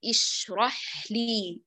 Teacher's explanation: يعني فيه كمال جريان الصوت لضعف الاعتماد على المخرج. فالمطلوب منك أن تسمحي للصوت يجري كله إلى وصولك للحرف التالي، ثم هو ينقطع · Term: رخو